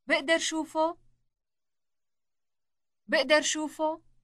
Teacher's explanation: To ask, can I see it, requires only a rising intonation.